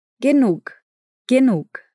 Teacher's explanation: tem um som de K, porém com um soprinho no final